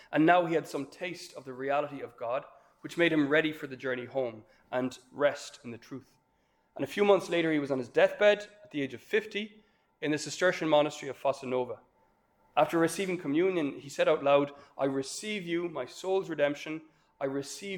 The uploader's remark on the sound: This lecture was given on June 16th, 2023, at Glencomeragh House, Ireland.